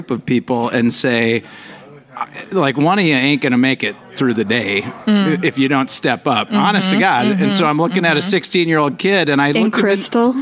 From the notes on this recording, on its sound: We give into the general madness and silliness that ensues when you put five rather interesting people together on stage. Raw and unapologetic, this is a breath glimpse into our world pre-COVID, taped at one of our very favorite bars - the 331 Club in Northeast Minneapolis.